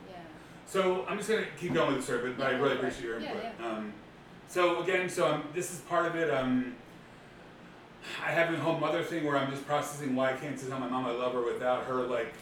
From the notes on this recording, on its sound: This is part of a series called "Conversations with Friends" which are edited very simple with the intention to make the listener feel like they are in the room just listening. It's not meant to have perfect sound or detailed editing, but a more loose style of documentary raw audio recording.